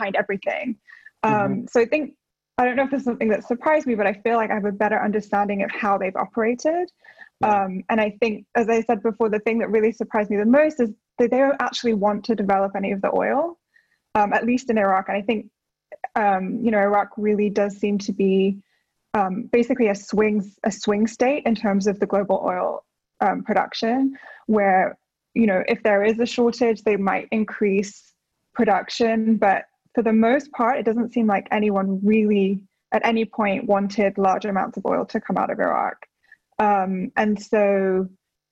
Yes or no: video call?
yes